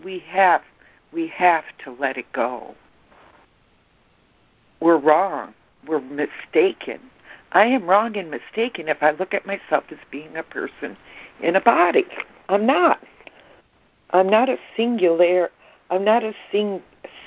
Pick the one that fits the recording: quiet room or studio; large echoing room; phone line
phone line